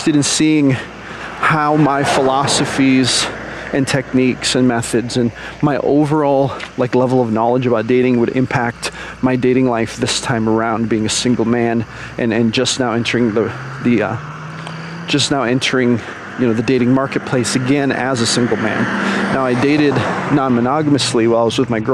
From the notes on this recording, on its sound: recorded while I was out on a walk